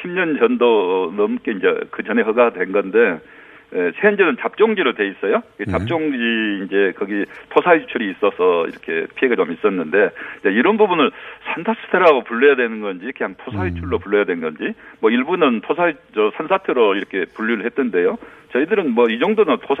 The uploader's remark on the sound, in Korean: 전화연결